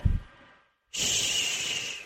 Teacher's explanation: There is a sort of groove running down the center of your tongue that the air travels through, creating the SH sound.